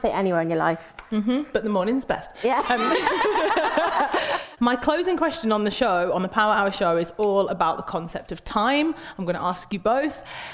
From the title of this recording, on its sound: Live at Treatwell